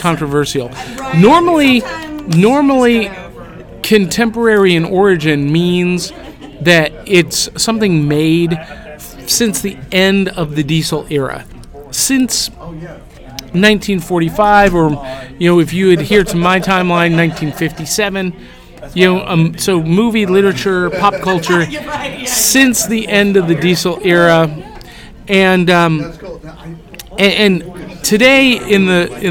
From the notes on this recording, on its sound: Live from Anachrocon in Atlanta Georgia!